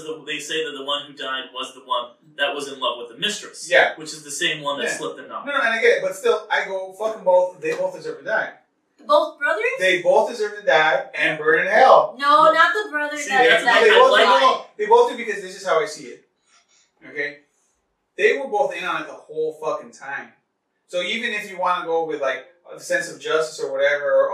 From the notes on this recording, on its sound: Our apologies for some spotty audio involving a nonfunctional microphone (thankfully we were able to salvage audio from a camera) and fireworks going off down the street at Disneyland.